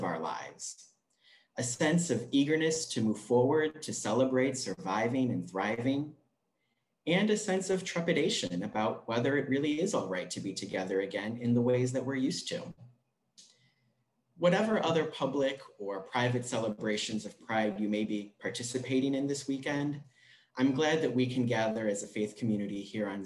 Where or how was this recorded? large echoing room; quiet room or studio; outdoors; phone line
large echoing room